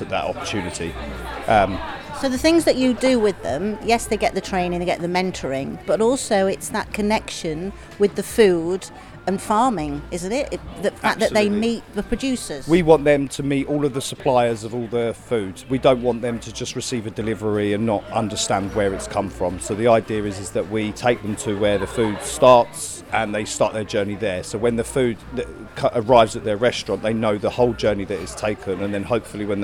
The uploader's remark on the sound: at Aldeburgh Food Festival in Suffolk, chatting to Producers and Chefs